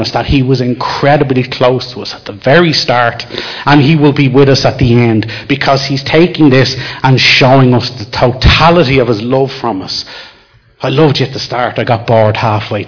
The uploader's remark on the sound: Recorded live in Liberty Church on 14th July 2019